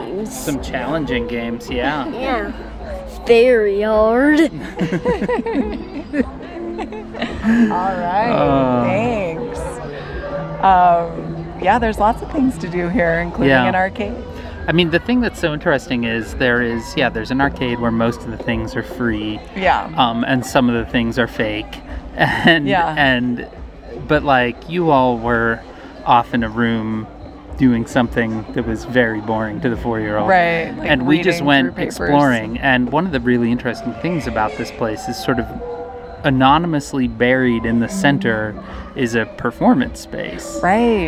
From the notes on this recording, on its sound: Recorded live from a secluded corner of Meow Wolf, this episode features the whole family talking about this extraordinary art experience in Santa Fe. They decided to bring a mic along.